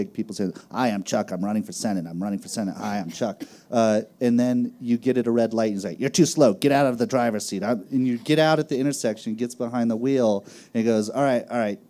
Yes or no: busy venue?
yes